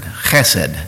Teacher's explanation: There's a little soft guttural sound in the back of the throat.